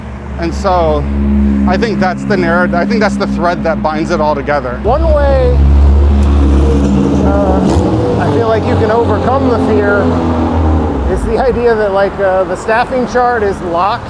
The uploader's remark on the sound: Recorded while on his bike commute home after a day representing Ward 1 at Minneapolis City Hall.